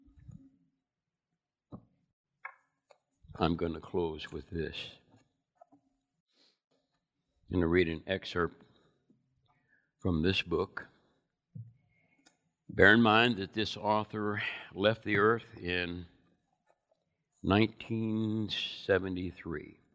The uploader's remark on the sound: Recorded from South Gate Fellowship in Duncanville, TX on Sunday, April 25 2021.